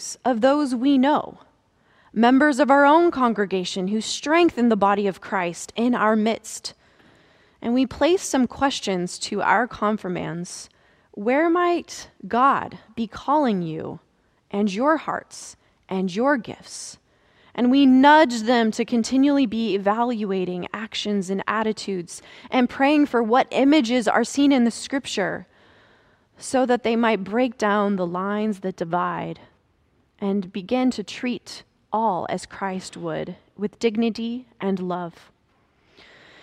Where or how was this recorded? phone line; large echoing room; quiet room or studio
large echoing room